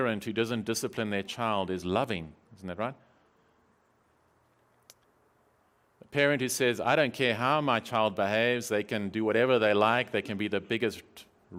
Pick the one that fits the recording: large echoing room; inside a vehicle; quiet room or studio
large echoing room